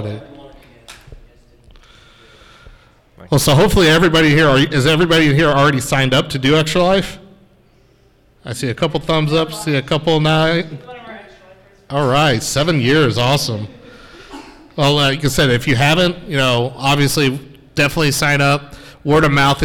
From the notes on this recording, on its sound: the Gaming for Good panel that I participating in at MiracleCon 2022 in Oklahoma City